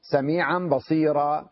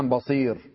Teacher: عند العرب في هناك قبيلة يقال لها ربيعة، تقف على المنصوب بالسكون بدون ألف · Shown in: second take